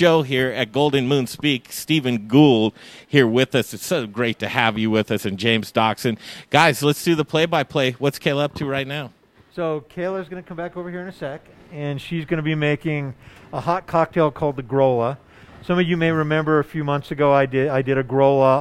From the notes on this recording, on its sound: We're live at Golden Moon Speak and Golden Moon Distillery today